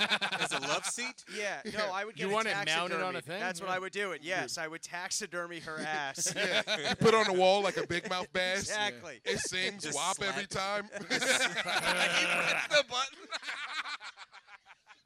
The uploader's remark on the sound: Live From Max's. A live pod.